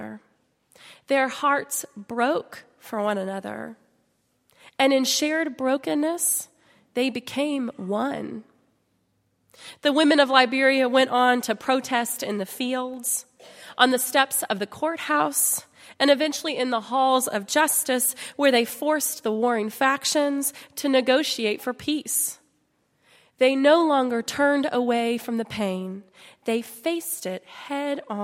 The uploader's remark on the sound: at Highland Baptist Church.